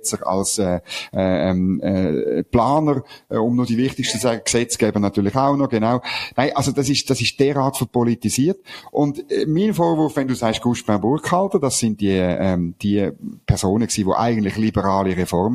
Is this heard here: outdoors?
no